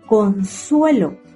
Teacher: La otra palabra, consuelo. Se carga la voz en la sílaba sue.